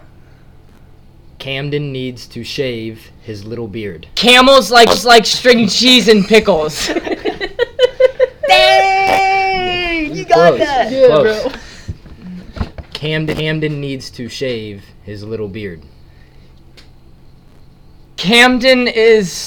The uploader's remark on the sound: We sound like we're on helium